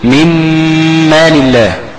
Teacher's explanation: مم مش من، مم بقت مم، ومال ميم ساكنه وبعدها ميم متحركه ادغمت في بعضهما، فبقت ميم ميم تمام، بقت ميم خلاص ما عدتش نون، بقت ميم مشدده. يبقى ميم مال الله وغنى، يعني ايه يعني استنى على الميم شويه ما اخطفهاش، ميم مال الله.